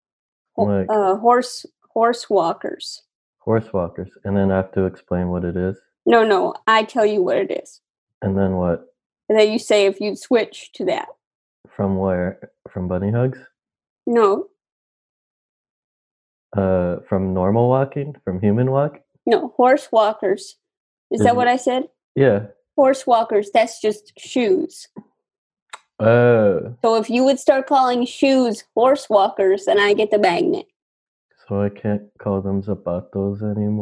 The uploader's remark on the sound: Play listener-created games with callers via Zoom!